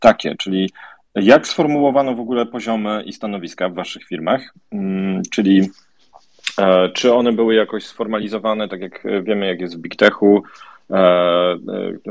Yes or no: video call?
yes